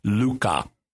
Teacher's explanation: In Aramaic, Lucas, it also has that Q sound in the back of the throat